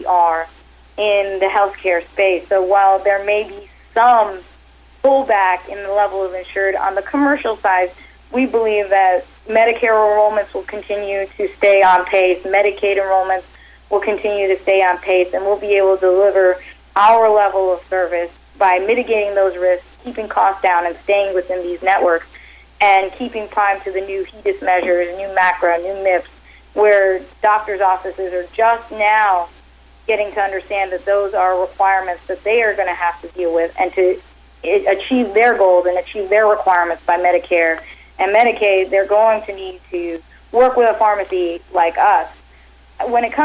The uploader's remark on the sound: called in to SmallCapVoice.